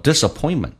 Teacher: 在美式发音当中那个 T 是不发音，因为后面是一个辅音，两个辅音碰在一起就用发后面一个